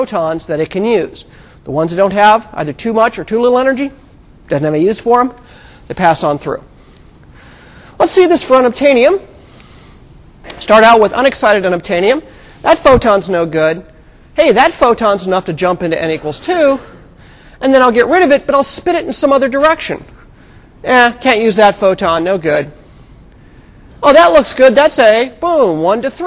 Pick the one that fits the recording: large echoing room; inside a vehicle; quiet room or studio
large echoing room